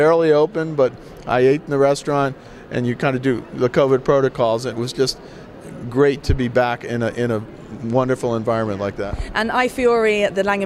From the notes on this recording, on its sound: at last month’s ILTM Cannes